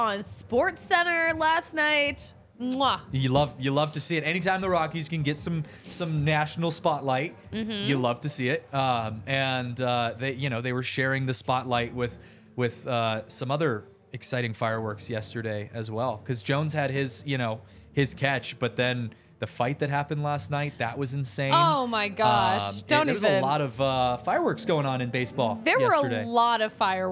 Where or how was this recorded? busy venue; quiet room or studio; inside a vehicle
busy venue